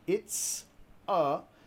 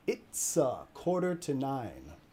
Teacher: It's a, vinculando la S y la A.